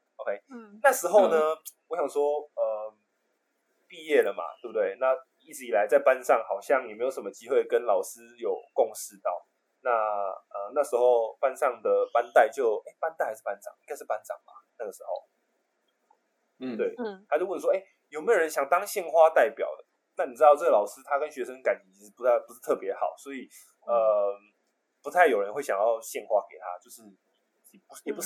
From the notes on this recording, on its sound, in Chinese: 從拙劣的音質中嘗試萌芽成長!因為採用遠端錄音和極度拙劣的剪輯能力，請大家多包容音質和音量上的問題。